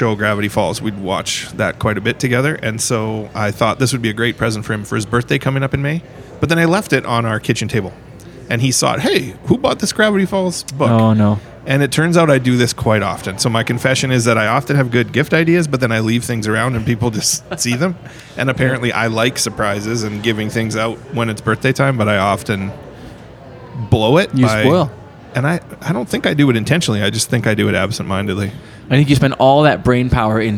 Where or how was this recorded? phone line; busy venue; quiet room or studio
busy venue